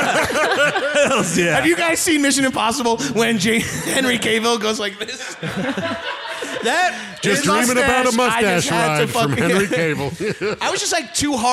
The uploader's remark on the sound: Recorded live at the YUKON COMEDY FESTIVAL.